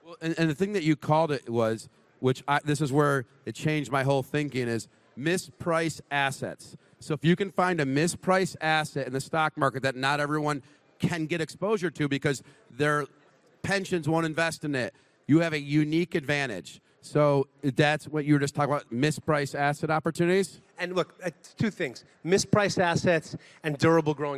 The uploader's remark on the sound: At the Benzinga Cannabis Conference in Miami Beach. At the Benzinga Cannabis Conference in Miami Beach.